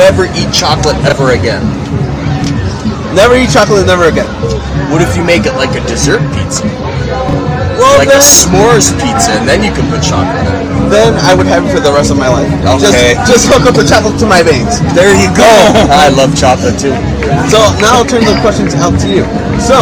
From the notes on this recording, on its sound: Recorded LIVE from the 2022 Special Olympics Illinois Summer Games in Normal, Illinois